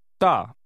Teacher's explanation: This is pronounced with a falling tone.